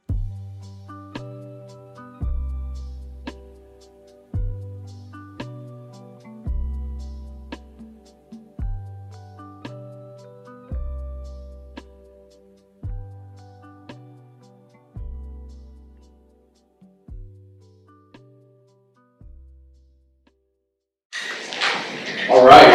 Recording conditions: poor sound quality